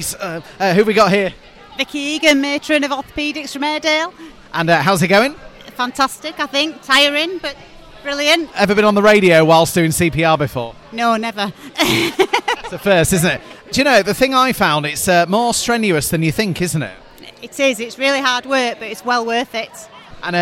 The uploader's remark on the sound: Highlights from our outside broadcast at the Airedale Hospital Charity's CPR-a-thon, held at Morrisons in Skipton on Saturday 17th February 2024.